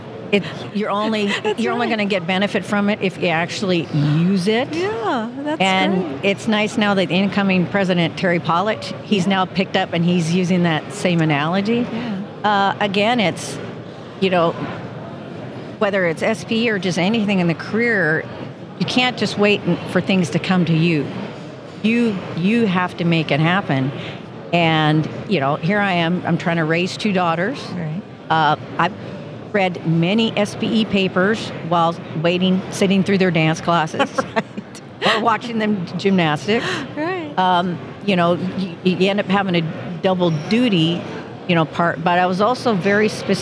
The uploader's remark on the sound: Recorded live at the 2023 SPE Gulf Coast Section Electric Submersible Pump Symposium.